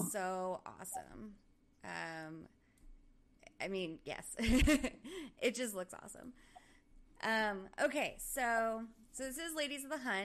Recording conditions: poor sound quality